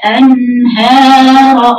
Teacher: انهار بعض الناس تقول انهار، هي انهار، الهاء دي الهاء المفتوحه، الهاء مفتوحه وبعدها مد حركتين · Term: مد طبيعي